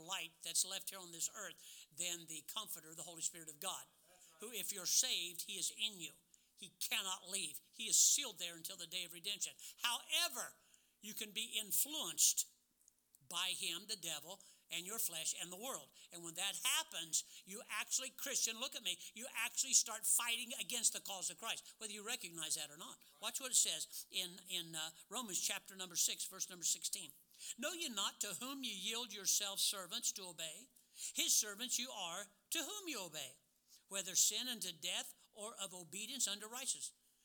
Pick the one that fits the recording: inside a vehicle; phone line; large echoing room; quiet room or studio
large echoing room